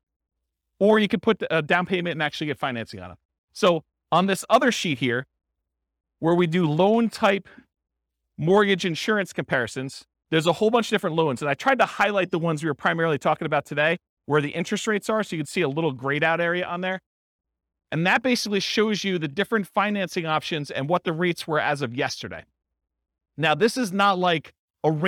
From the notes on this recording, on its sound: This was a live class recorded